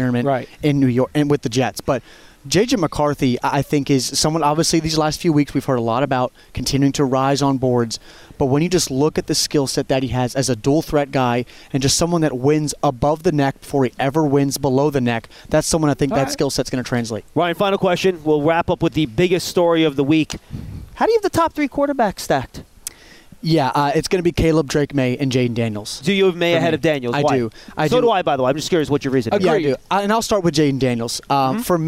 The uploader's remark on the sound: live from the NFL Combine